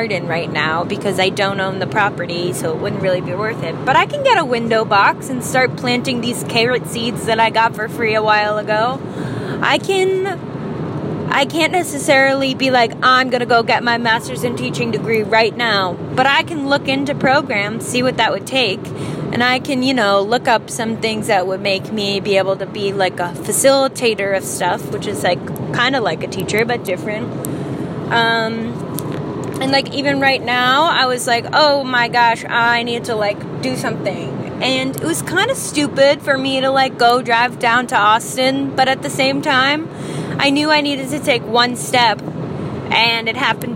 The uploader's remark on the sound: I recorded this in the car